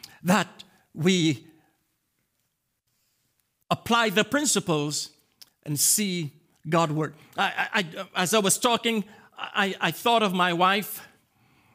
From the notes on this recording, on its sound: This message was delivered and recorded on January 20, 2024 at the Transformation and Equipping Center - 244 Liberty Street Brockton, MA 02301